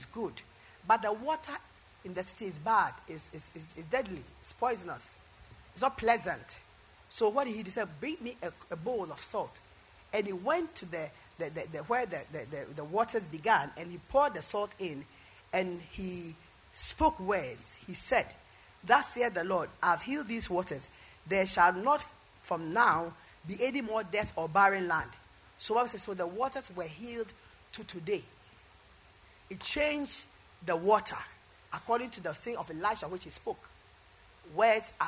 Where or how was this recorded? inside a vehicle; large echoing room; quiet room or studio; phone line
large echoing room